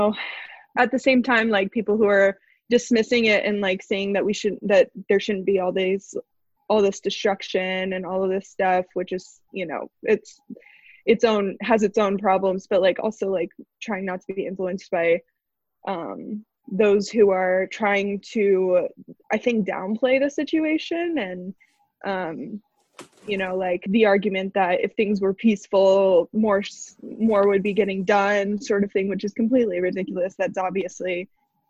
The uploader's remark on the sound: (another zoom edition).